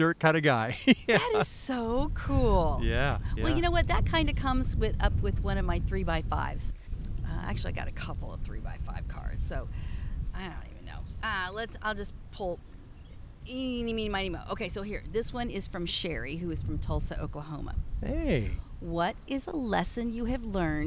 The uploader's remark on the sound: Today we’re at the Boy Scouts and Blackhawk Area Council’s Canyon Camp just outside Stockton, Illinois.